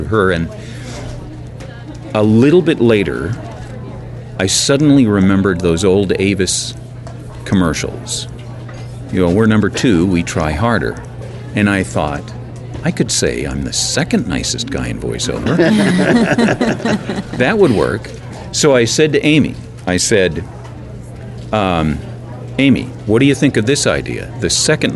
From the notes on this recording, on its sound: Live from Faffcon 6; San Antonio, TX. Guest-hosts in front of a live audience. We want to thank everyone both on the show and in the live audience!